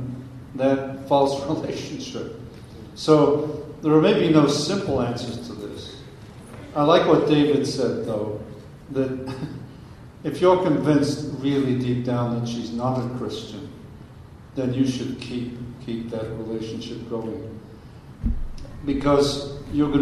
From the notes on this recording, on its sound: Interacting with the audience.